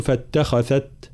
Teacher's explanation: كلمة فاتخذت الخاء مفخمة قبلها التاء مرققة وبعدها الذال مرققة